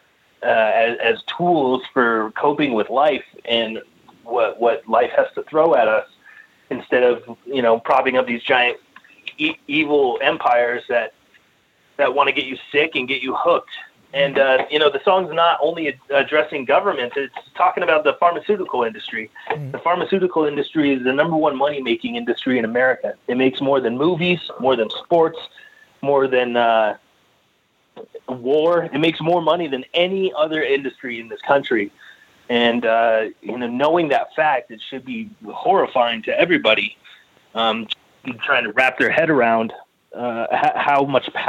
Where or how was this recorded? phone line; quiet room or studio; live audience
phone line